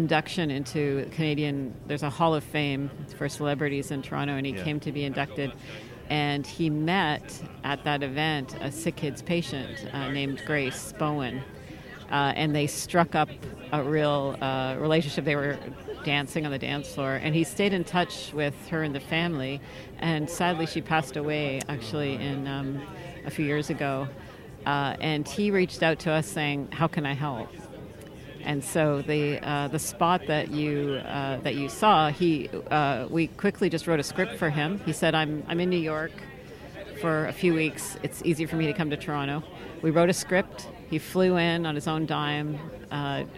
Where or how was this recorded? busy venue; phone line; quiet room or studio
busy venue